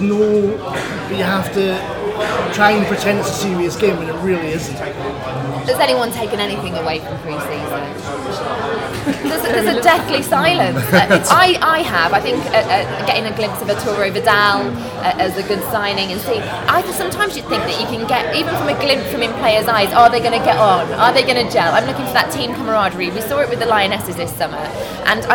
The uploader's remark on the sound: Recorded at Wembley Stadium ahead of the Women's FA Cup Final on Saturday 1st August. Our panel of fans.